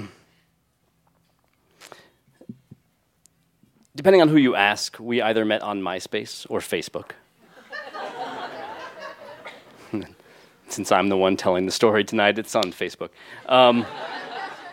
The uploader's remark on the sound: recorded live on 15 February 2017 at Buntport Theater in Denver, Colorado.